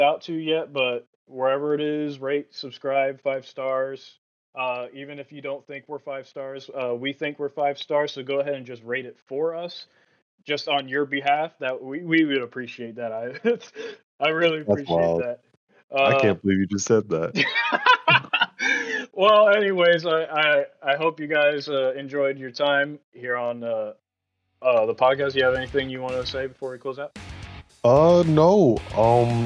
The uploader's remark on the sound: Their recording equipment is subpar in this episode, but the vibes are just right.